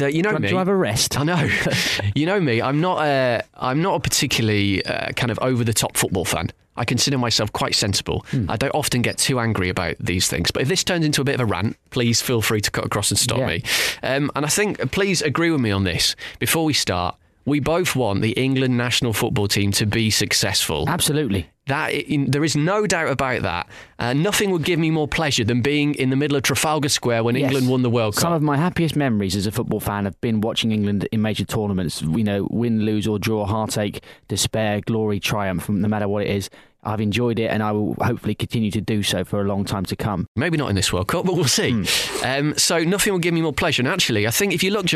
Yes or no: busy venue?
no